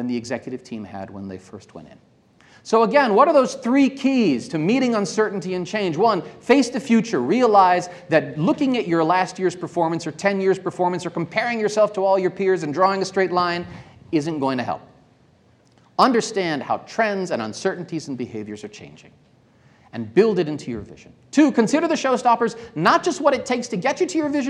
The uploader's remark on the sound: This episode features a keynote speech by one of the mining industry's leading futurists. Recorded live at The Northern Miner's Progressive Mine Forum held at the MaRS Discovery District in downtown Toronto in mid-October 2018.